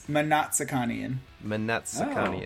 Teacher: Oh, so you pronounce it with a vowel sound between the M and the N, then?